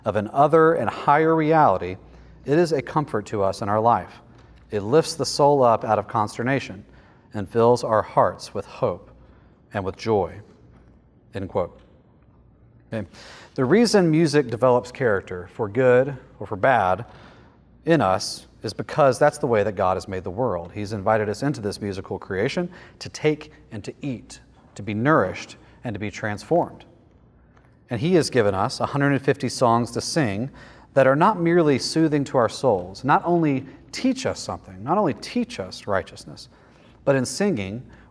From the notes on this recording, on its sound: Lecture from the 2023 Theopolitan Ministry Conference.